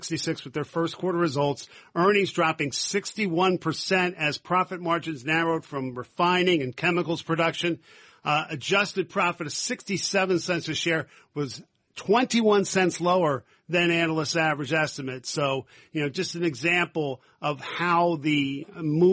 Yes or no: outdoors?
no